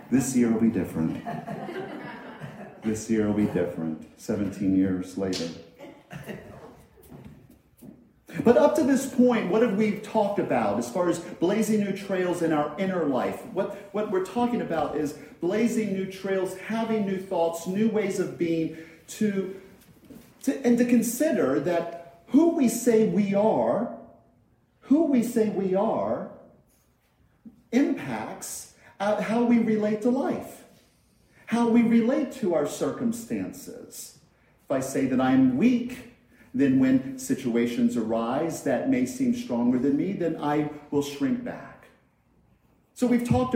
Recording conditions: large echoing room